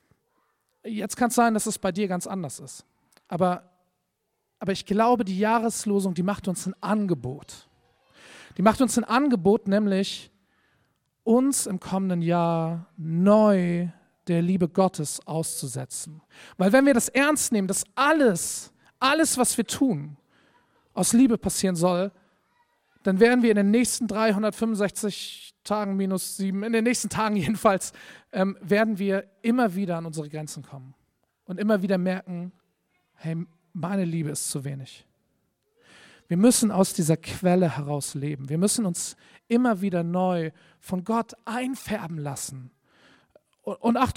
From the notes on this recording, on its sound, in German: Predigt im Rahmen des GreifBar+ Gottesdienstes